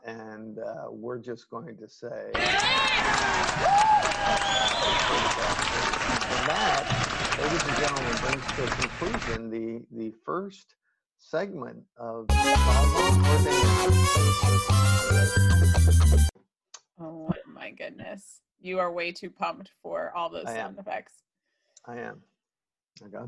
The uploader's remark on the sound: Complete with theme music and audience reactions.